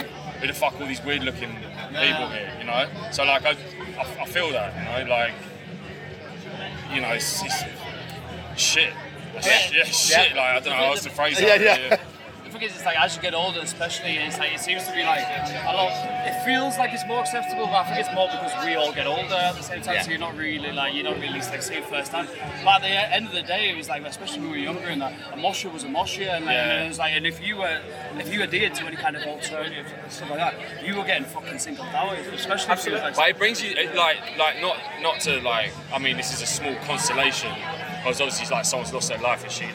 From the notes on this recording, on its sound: From our 'Live from 2000 Trees 2023' series.